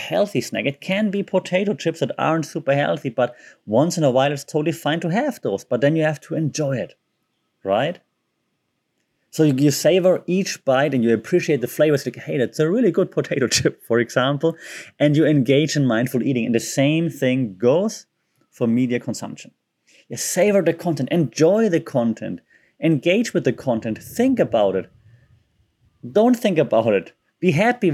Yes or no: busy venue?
no